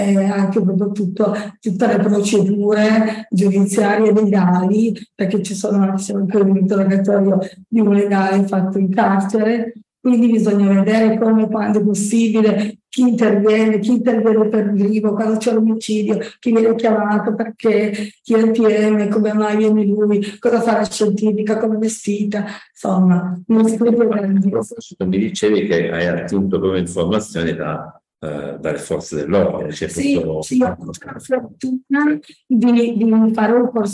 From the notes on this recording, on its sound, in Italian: il libro è stato presentato in diretta Zoom dal comitato cultura UICI (Unione Italiana Ciechi e Ipovedenti) di Torino.